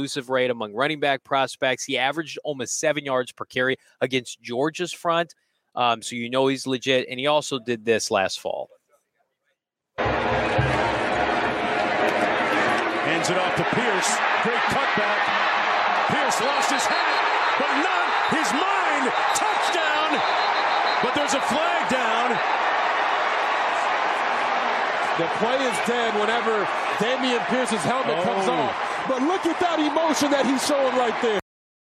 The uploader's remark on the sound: live from the NFL Combine in Indianapolis!